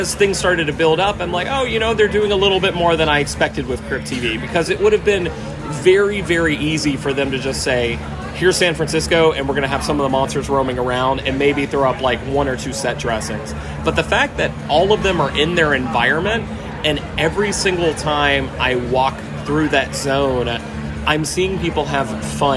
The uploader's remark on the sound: recording live at Universal!